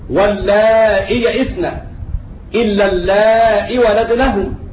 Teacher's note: يحذفون الياء الواقعة بعد الهمزة · Term: حذف الياء